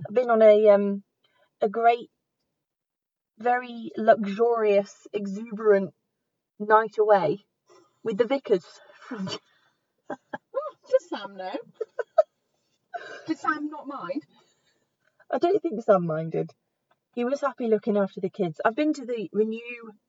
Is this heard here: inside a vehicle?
yes